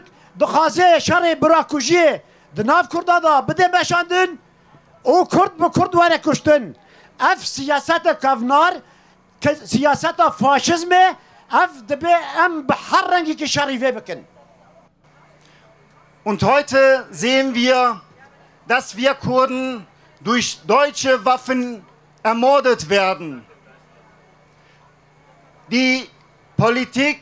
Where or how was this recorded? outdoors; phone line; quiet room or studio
outdoors